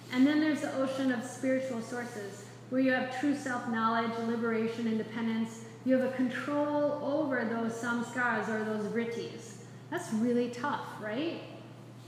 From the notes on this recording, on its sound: This is a live excerpt of a recording during a yoga enrichment teacher training lecture on the Yoga Sutras for a group of yogis studying to be teachers.